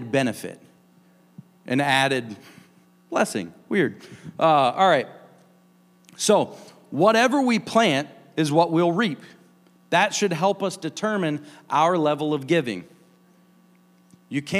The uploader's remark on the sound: a service recording from Connect Point UPC